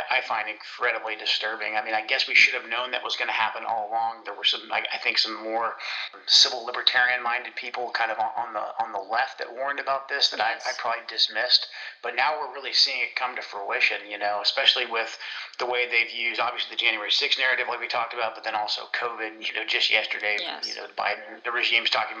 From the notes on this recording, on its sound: Joins me on today's call.